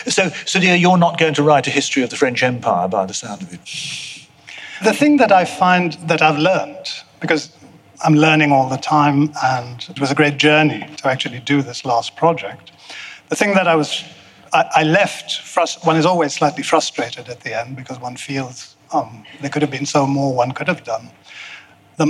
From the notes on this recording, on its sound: Recorded live at the V&A museum, in association with the Wolfson History Prize.